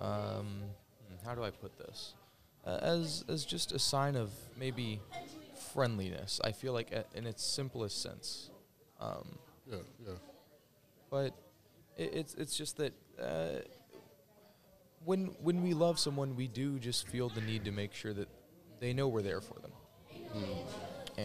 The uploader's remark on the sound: Recorded during the June Teen Vibe Camp.